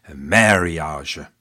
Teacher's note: He probably said marriage, with a very American emphasis on the R sound.